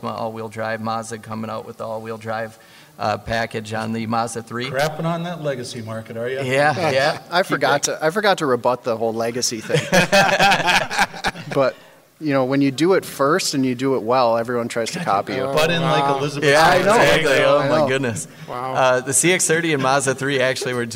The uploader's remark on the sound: Live From the Auto Show. We do our first ever live remote from the Twin Cities auto show.